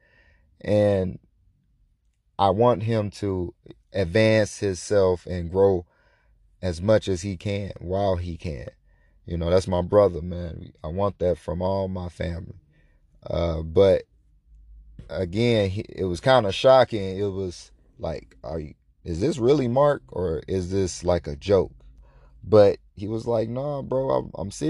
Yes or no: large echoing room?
no